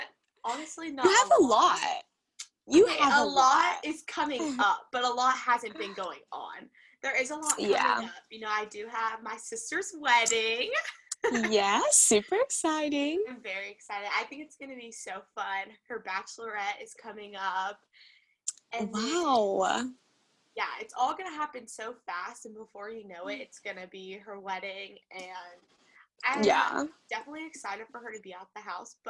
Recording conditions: video call